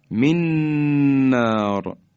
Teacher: وقتی به این حروف میرسیم در هم ادغام میشن، من نار میشه من نار، خیلی محکم میگیم و حرف بعدی در حقیقت مشدد میشه